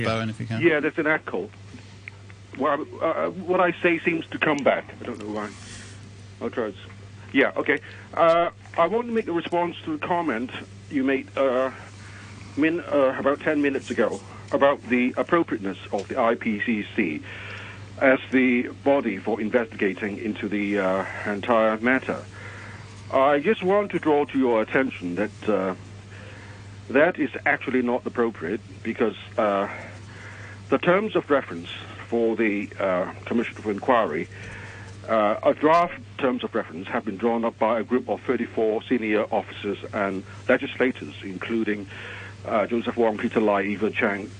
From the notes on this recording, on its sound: Policy Address Phone-in.